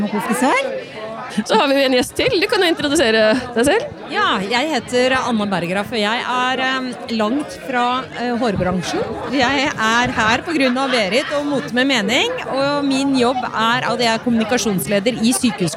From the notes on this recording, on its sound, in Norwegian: Live fra årets frisørhelg på The Hub. I denne episoden er vi Live med mange spektakulære gjester på selveste NFVB sin stand på The Hub.